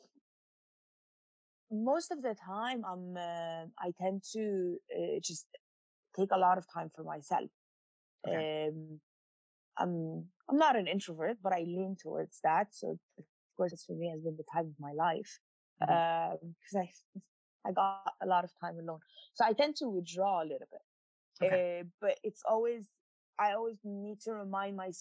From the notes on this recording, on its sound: checks in via Zoom